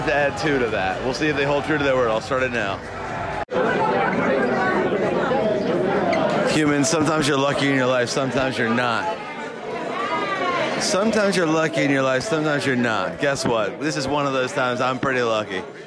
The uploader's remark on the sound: Live on Tape from Madison Square Garden